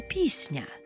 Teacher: А в нашому слові «пісня», «С» та «Н» стоять разом і пом'якшуються одночасно